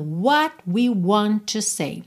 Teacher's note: Want com to eu ligo num T só.